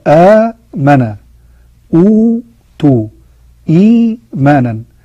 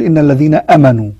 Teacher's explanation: مقدار مد البدل يمد بمقدار حركتين فقط ولا يزاد عليه · Shown in: first take · Term: المد البدل